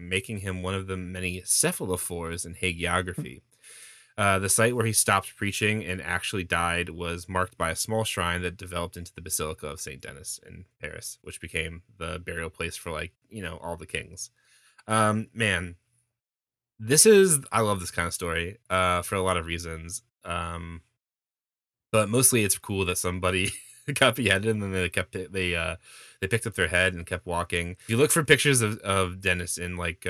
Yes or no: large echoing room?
no